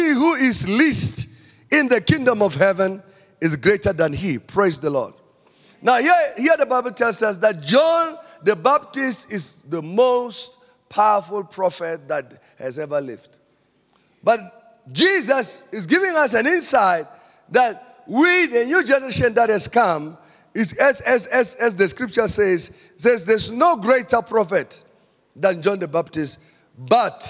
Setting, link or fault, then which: setting, large echoing room